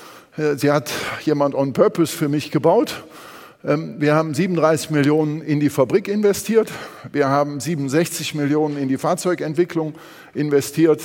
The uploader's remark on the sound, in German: beim auto motor und sport Kongress 2019